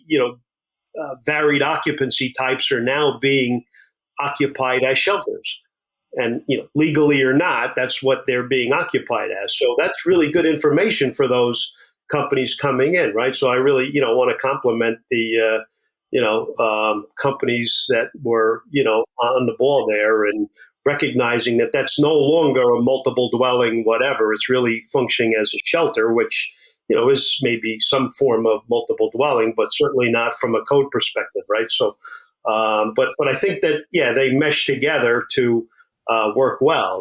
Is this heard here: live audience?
no